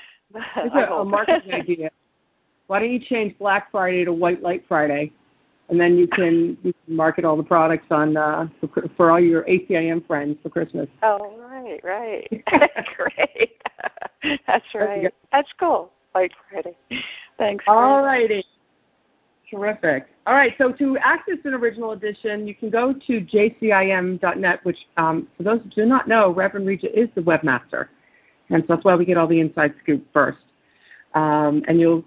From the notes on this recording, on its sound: ACIM Daily TEXT Conference Call.